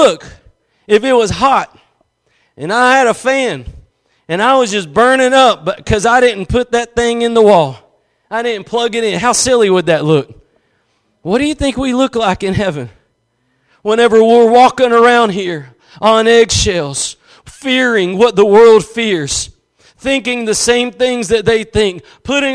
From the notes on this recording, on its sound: Preached at Gospel Lighthouse in Bossier City, La.